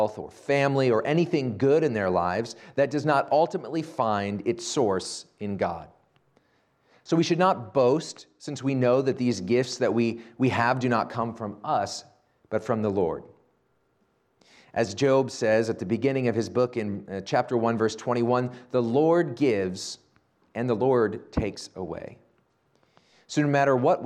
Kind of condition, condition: setting, large echoing room